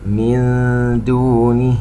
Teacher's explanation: نون ساكنة وبعدها حرف الدال إخفاء